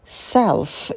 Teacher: Self. И на звуке «ф» можно посидеть подольше, потянуть его. Himself. Herself.